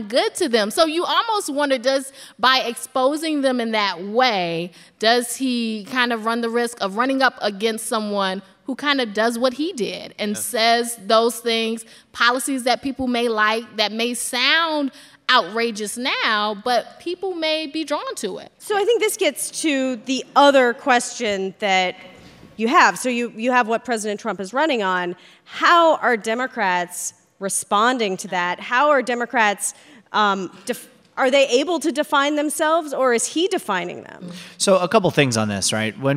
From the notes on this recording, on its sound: NPR Politics Live From Atlanta. Recorded in front of a live audience at the Buckhead Theatre in Atlanta.